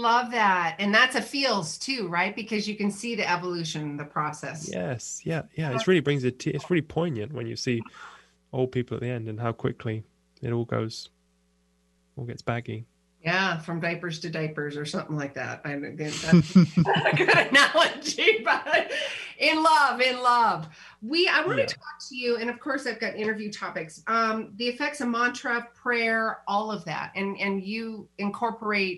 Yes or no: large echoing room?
no